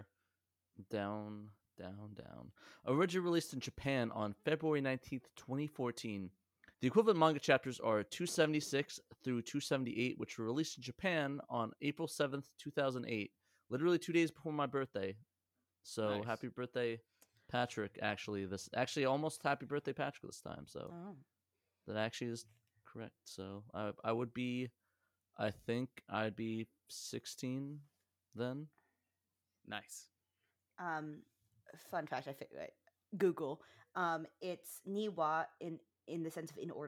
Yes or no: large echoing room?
no